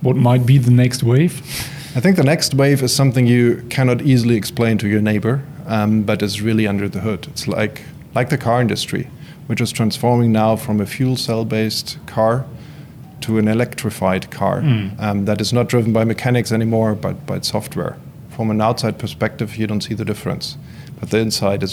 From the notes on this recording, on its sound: At the connect conference 2022 in Dresden